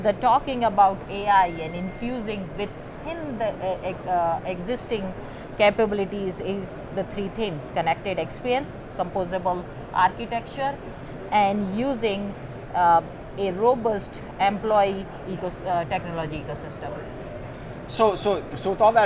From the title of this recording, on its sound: Live From NRF 2024